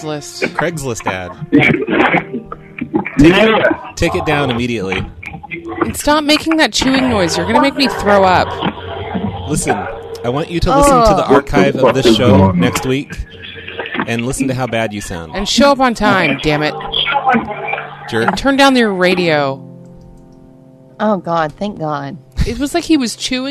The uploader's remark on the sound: …'s Personal Prank Phone Calls Collection.